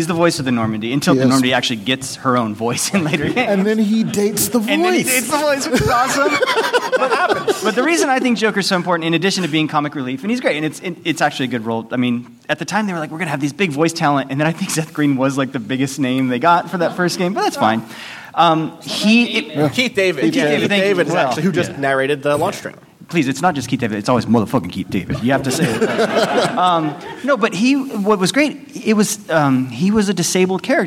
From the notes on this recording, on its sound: PAX West LIVE. We take our Top 25 RPG countdown LIVE to PAX West.